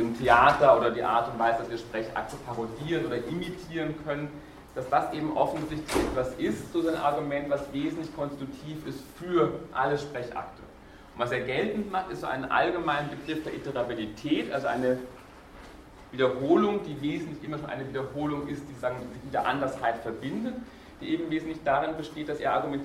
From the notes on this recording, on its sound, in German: Diese Vorlesung wurde von Studierenden aufgenommen